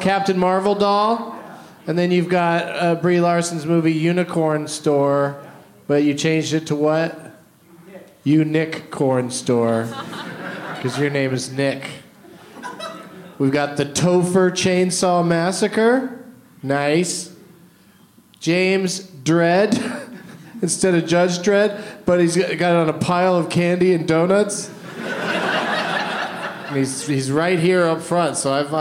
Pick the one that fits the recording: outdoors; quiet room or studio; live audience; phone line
live audience